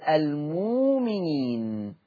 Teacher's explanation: الهمزة ساكنة هنبدلها وهتبدل بواو مادية فتصير المؤمنين.